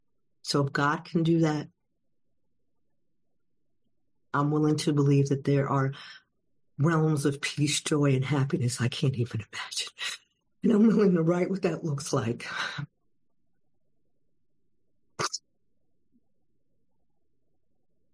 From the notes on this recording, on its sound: at the Addition By Subtraction meeting held on zoom